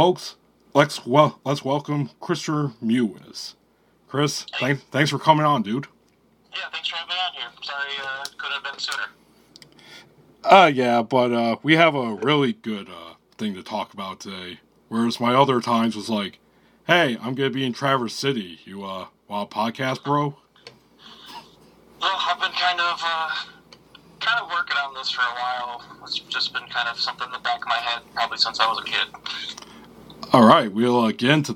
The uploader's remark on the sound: Recorded at via phone in Grand Rapids, Michigan, and Traverse City, Michigan, on Wednesday, July 12, 2023.